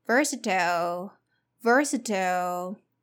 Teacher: Notice that the T here is a flap T. When you pronounce the flap T, there's a quick tap against the top of T's, like a soft, slight D sound.